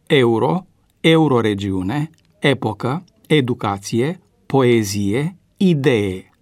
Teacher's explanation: Norma ortoepică nu permite rostirea cu IE a lui E de la începutul cuvintelor neologice sau de la începutul silabelor care fac parte din aceste cuvinte.